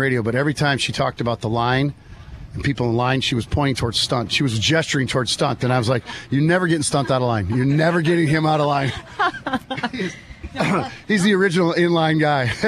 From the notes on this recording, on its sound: This episode was live from Mankato's annual RIBFEST celebration in Riverfront Park.